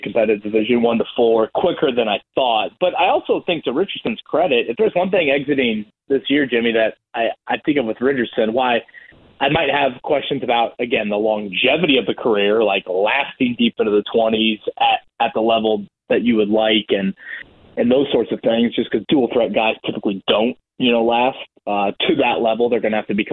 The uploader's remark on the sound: we open the phone lines for listeners to ask or state anything they want